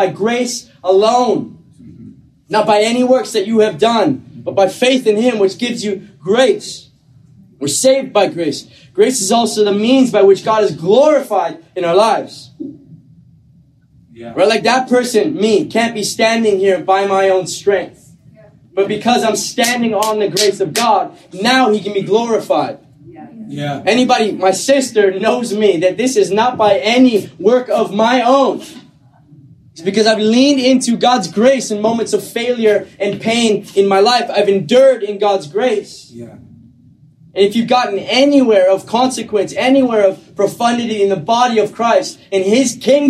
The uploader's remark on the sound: We apologize for the audio as we were experiencing difficulties in the recording process.